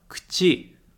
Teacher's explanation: Cu-ti é como se fosse um K mudo, ti.